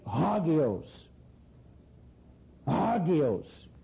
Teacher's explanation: you got to say it with a guttural sound, which is either G-H or H